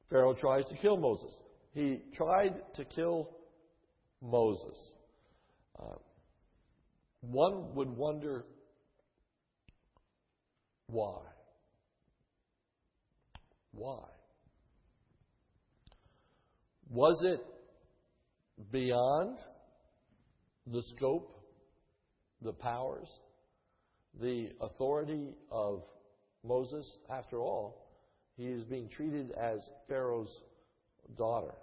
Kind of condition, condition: setting, large echoing room